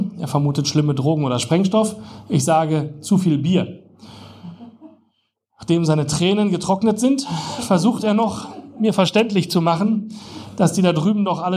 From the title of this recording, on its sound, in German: Livelesung